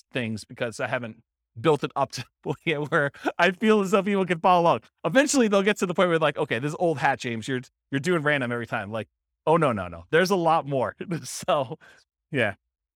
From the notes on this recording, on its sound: This was a live class recorded